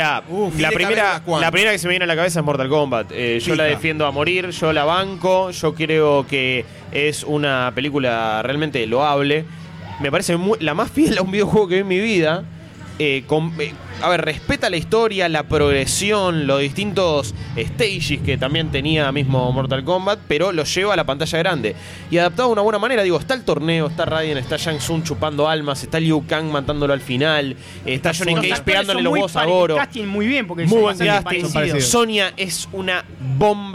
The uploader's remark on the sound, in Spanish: Mesa redonda grabada en la Popcon 2015.